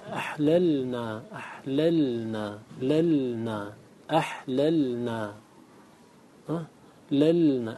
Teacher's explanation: الأول متحرك والآخر ساكن، لا يمكن الإدغام في مثل هذا أبدا، لا يمكن الإدغام إلا والثاني متحرك، ثم لابد أن يكون الأول ساكنا.